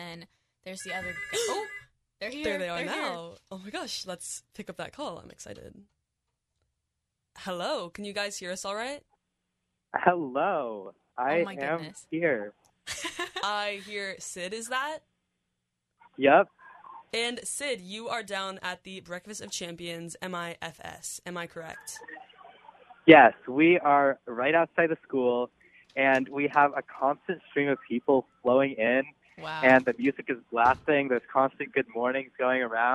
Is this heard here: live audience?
no